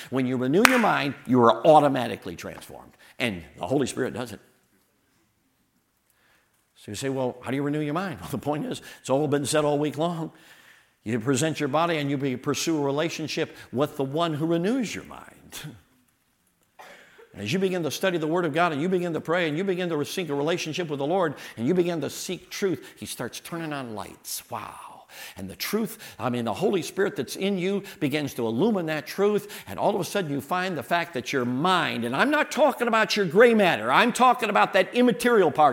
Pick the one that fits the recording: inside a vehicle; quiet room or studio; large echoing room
large echoing room